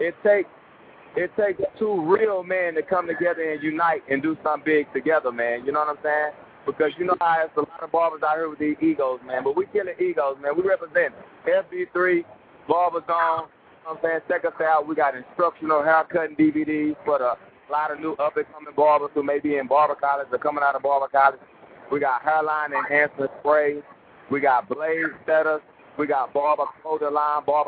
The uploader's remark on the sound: Live from the Floor of the Bronner Bros Show.